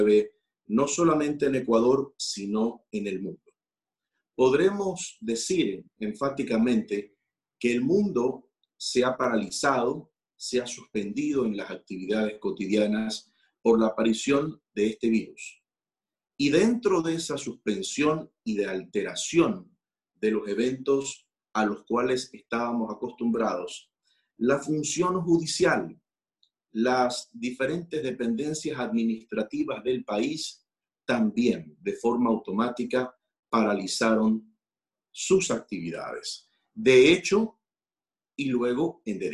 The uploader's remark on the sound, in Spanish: a través de la plataforma ZOOM